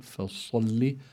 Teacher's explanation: أما الصاد فيها الاستعلاء، يعني يستعلي اللسان إلى الحنك الأعلى، وفيه كمان صفة الإطباق.